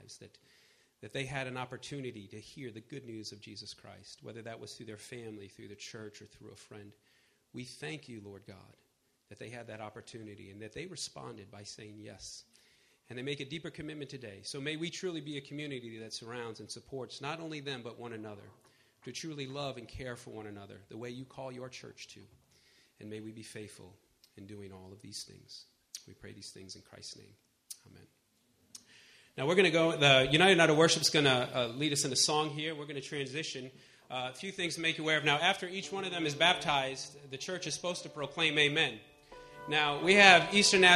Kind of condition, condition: setting, large echoing room